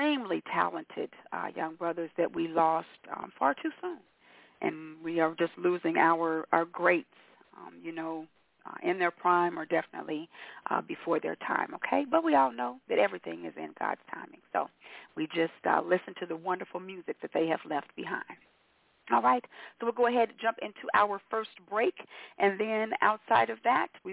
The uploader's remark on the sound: your phone calls